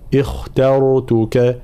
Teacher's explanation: كلمة اخترتك طبعا لابد من تفخيم الخاء ثم ترقيق التاء ثم تفخيم الراء الراء هنا ساكنة مسبوقة بفتح فإننا نفخمها كل راء ساكنة وقبلها